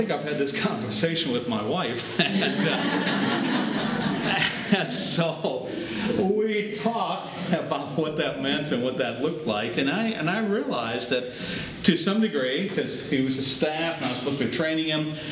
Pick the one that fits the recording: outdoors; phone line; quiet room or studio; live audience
live audience